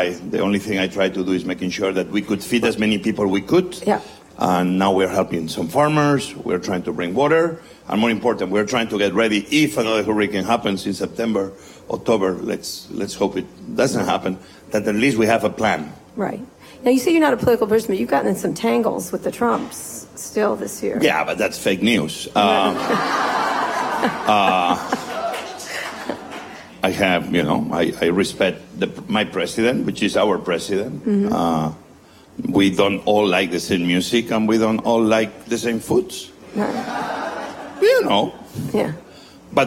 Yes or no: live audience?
yes